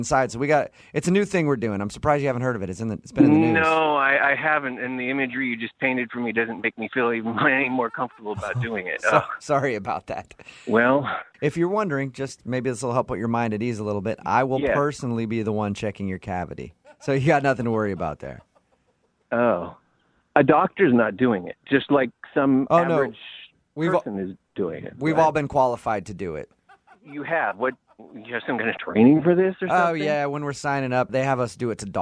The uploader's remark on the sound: Phone Tap